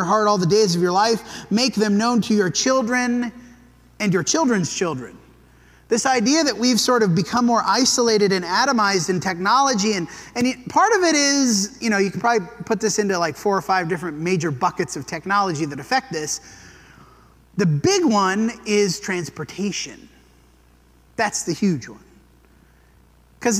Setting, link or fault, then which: setting, large echoing room